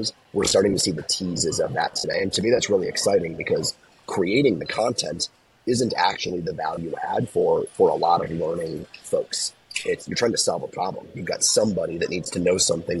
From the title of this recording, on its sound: Live From Docebo Inspire